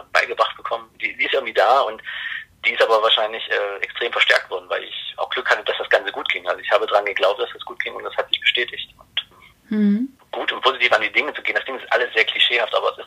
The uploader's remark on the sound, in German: Das Interview ist als Telefongespräch aufgezeichnet.